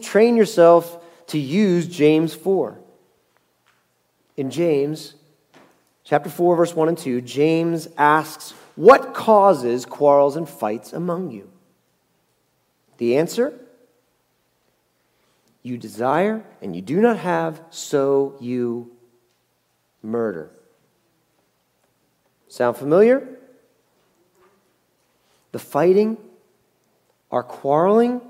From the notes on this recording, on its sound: Message Preached at Valley Creek Church